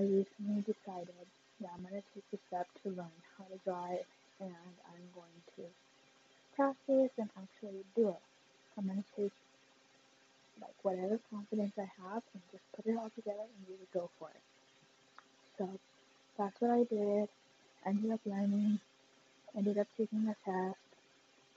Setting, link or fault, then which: fault, poor sound quality